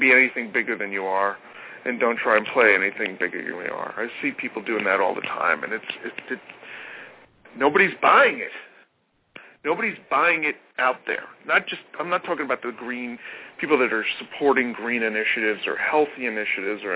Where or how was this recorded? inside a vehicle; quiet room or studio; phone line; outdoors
phone line